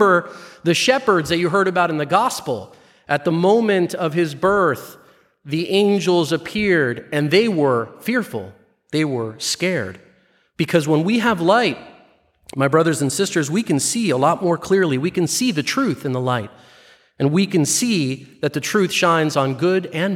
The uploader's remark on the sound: Live recording from 6pm Mass